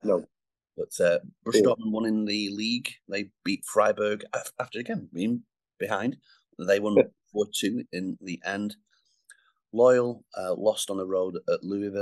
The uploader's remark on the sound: Chat over Zoom